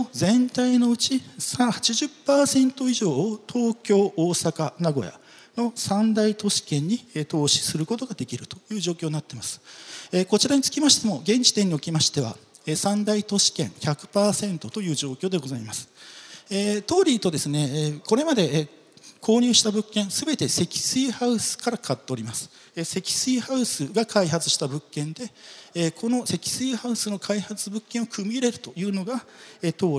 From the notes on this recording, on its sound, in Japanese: 東京証券取引所で開催した「J-REITファン2017」に登壇した